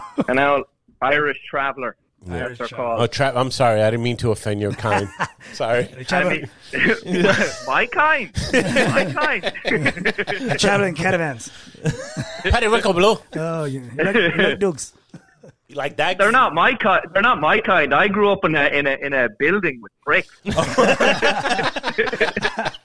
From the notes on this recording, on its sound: Special guess phone chat